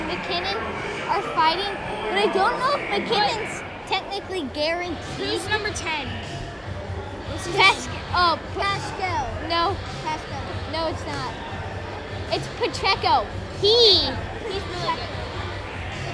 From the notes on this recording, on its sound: Live from Arrowhead!! Report live from Arrowhead on the final preseason game!